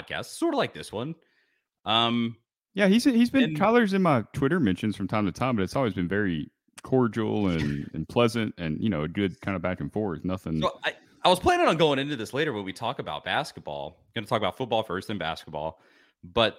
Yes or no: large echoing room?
no